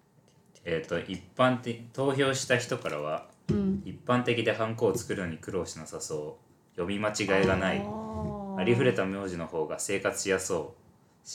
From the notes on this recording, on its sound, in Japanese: 収録中に机をたたきまくり、その音が入りまくっています。